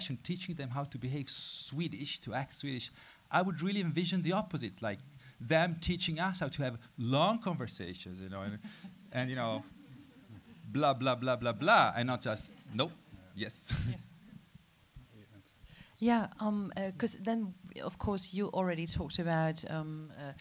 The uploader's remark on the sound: IDFA Q&A 24 November 2015